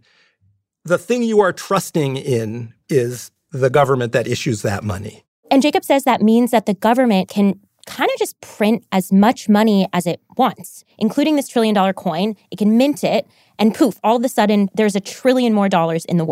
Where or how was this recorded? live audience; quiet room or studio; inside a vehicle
quiet room or studio